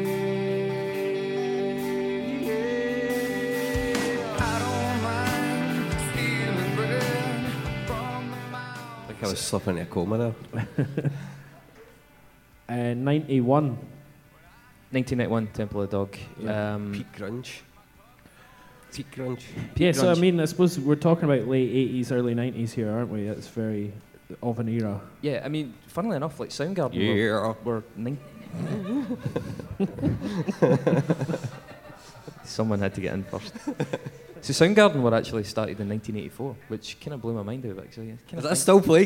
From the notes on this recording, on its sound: We recorded this live at The Flying Duck in Glasgow and a great time was had by all. There were laughs.